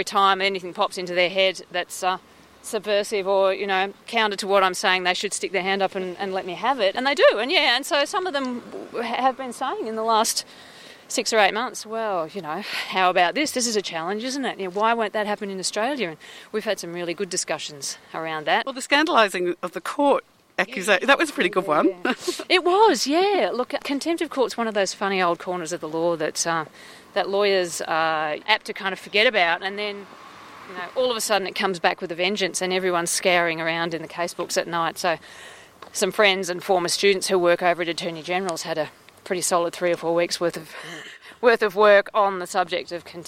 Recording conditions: outdoors